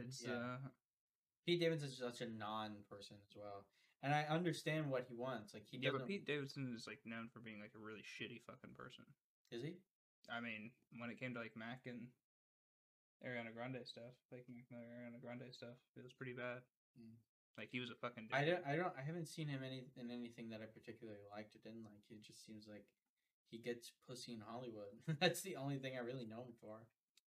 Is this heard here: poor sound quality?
yes